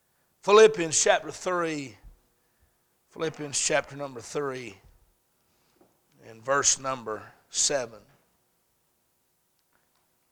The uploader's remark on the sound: A message series preached at Crossroads Baptist Church. On Wednesday night.